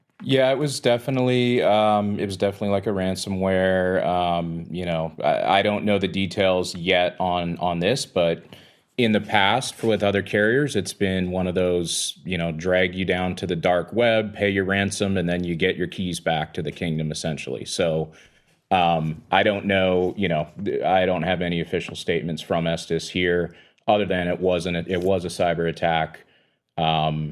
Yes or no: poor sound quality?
no